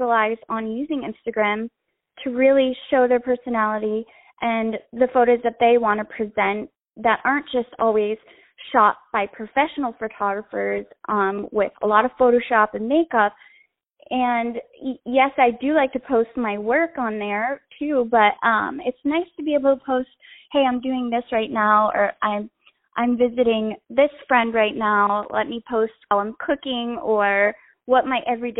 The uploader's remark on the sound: On the phone